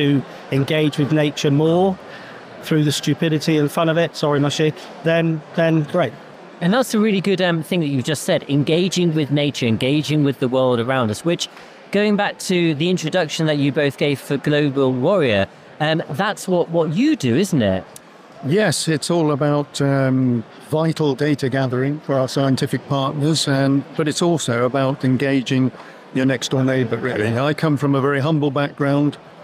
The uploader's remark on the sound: Recorded live at Devon Business Show.